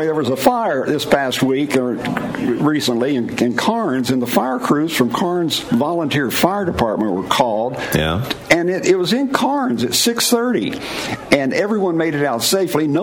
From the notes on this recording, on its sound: LIVE from the Clevelander on South Beach for the Super Bowl in Miami!